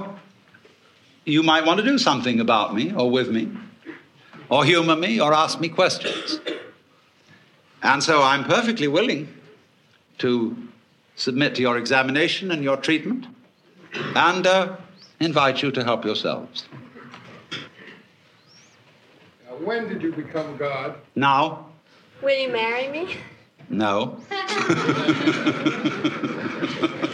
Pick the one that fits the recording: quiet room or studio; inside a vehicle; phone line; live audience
live audience